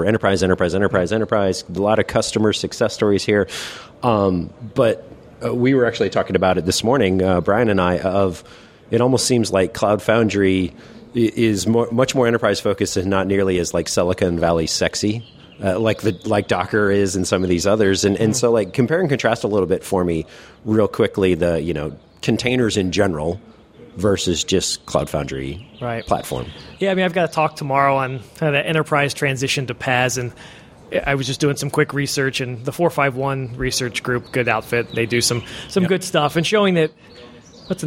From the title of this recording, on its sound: Live from Cloud Foundry Summit